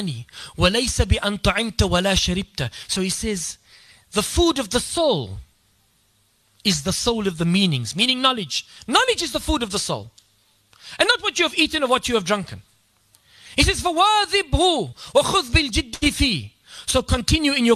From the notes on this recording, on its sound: delivered this beautiful talk at Yusuffeyah masjid's annual khatam al Quran program